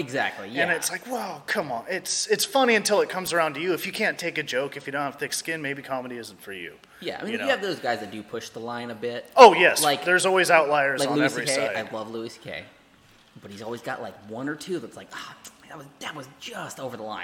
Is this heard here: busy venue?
yes